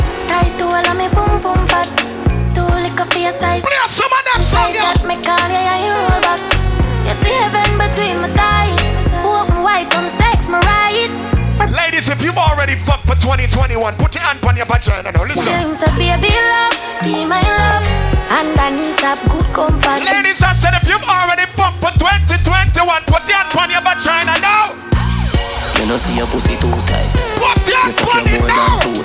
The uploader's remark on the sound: Doubletap Sundays 2/21/21 (LIVE AUDIO)